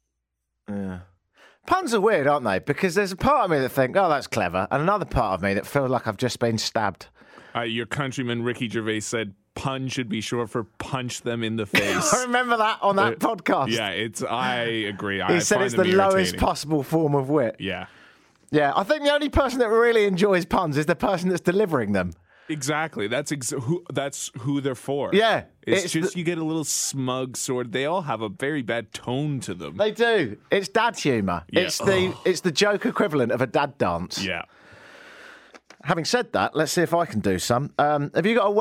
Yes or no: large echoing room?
no